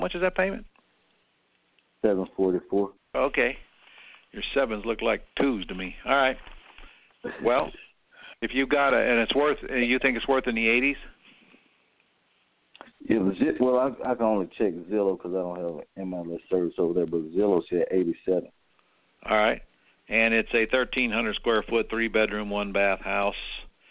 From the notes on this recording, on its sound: Q&A Call.